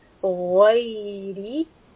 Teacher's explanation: It is not ghayri, ghayri. Mouth should feel full, so ghayn is heavy sound.